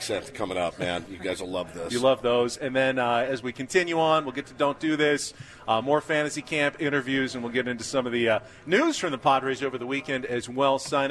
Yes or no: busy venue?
yes